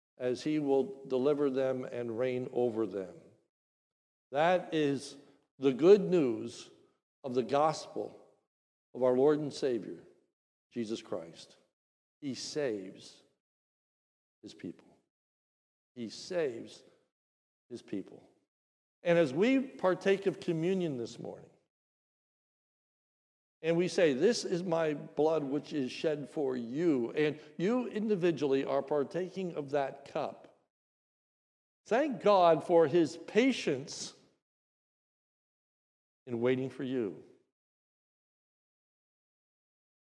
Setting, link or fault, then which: setting, large echoing room